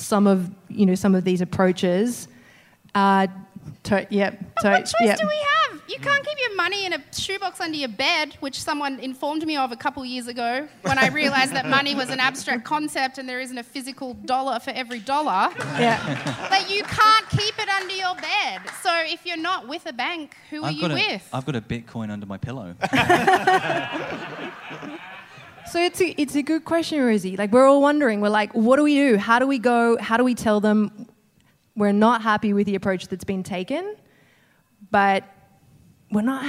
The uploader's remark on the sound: Recorded live on stage at Giant Dwarf